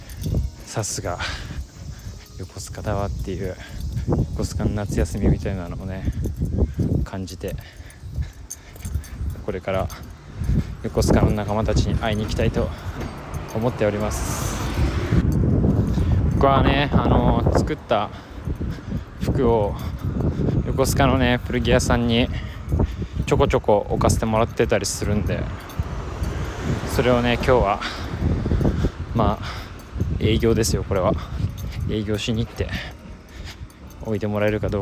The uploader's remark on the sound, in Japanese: 横須賀で散髪の日、炎天下を歩きながら。